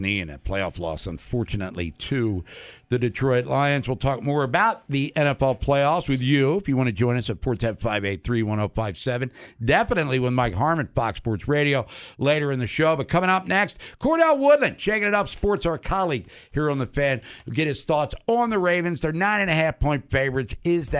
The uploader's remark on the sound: Checks in live from Ravens practice. Calls in live from the castle.